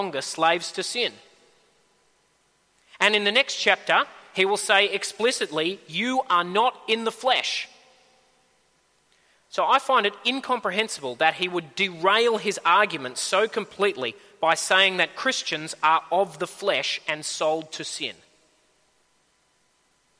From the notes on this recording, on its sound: At a Church in the Graveyard service